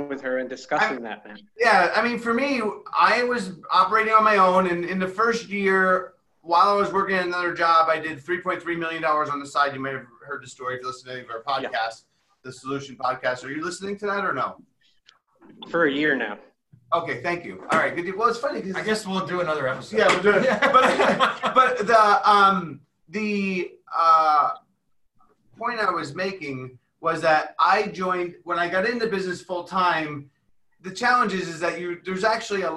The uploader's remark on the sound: A live Q&A inside of a public zoom room